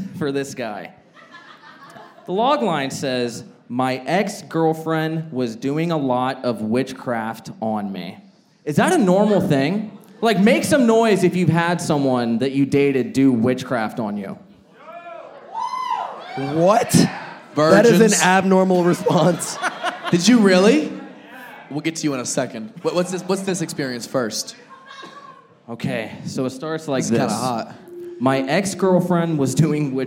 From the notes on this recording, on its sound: Live crowd work show. This episode was filmed in front of a live audience at a comedy club.